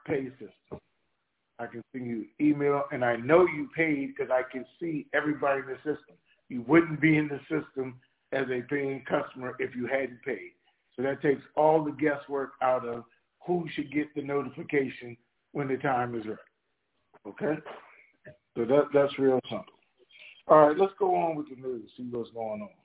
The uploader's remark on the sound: TNTSuperfantastic Conference Call